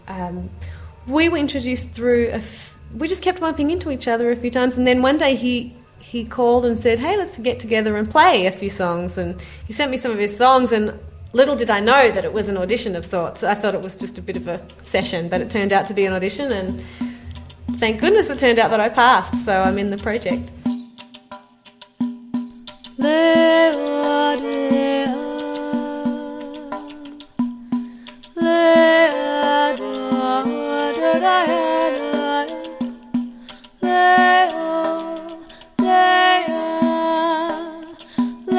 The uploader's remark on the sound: Recorded live at the 2008 Tanglewood Jazz Festival in Lenox, MA.